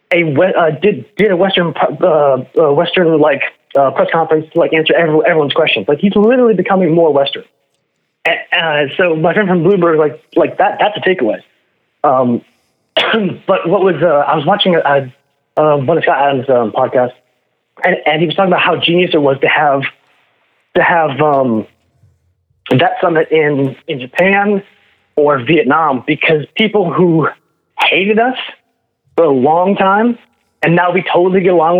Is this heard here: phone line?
yes